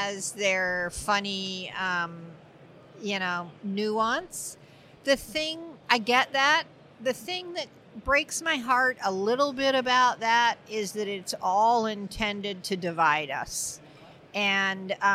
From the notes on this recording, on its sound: In this special Brews News Live, recorded at BrewCon 2018